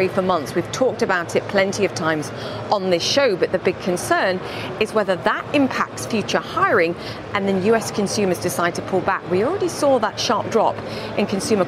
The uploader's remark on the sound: live from the New York Stock Exchange